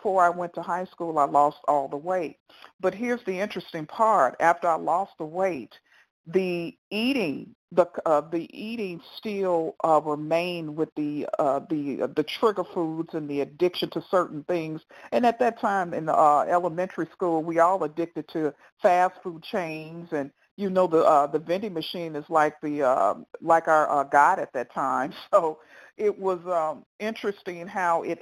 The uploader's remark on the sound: qualification from the 100 Pounders Phone Meeting, date unknown